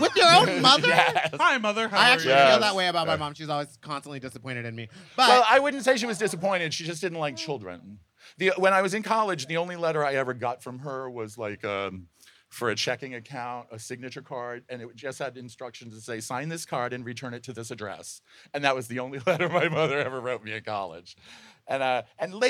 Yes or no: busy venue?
yes